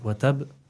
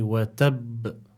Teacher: the ba here is like a double ba · Shown in: second take · So we need to apply additional emphasis when pronouncing this word, and we don't just say watab, we say watab.